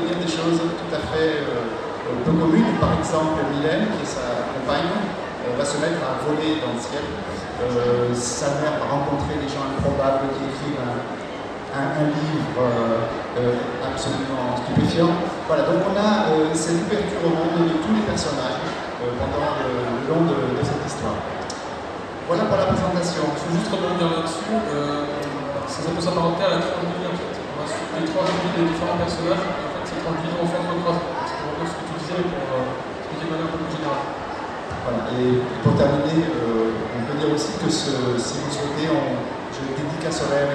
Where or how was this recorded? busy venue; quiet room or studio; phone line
busy venue